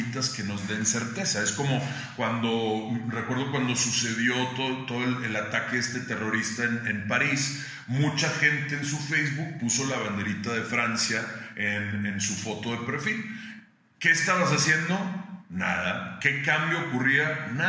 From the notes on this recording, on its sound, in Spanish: Una disculpa por el audio... Se grabó de emergencia.